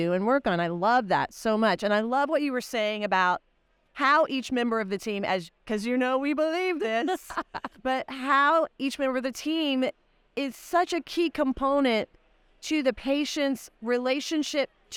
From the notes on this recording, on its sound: live from the AACD annual meeting in Grapevine, Texas